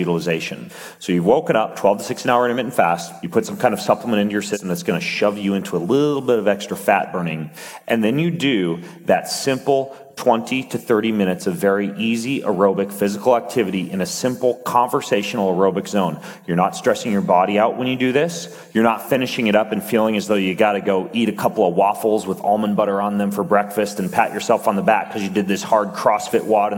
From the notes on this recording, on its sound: on stage at Mindvalley University Tallinn